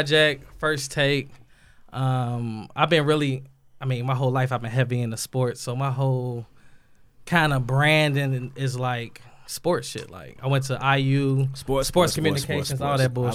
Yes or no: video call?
no